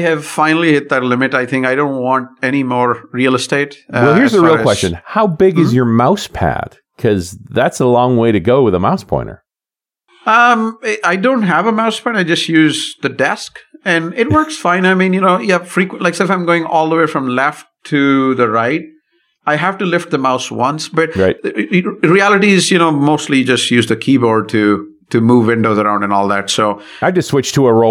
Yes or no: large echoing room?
no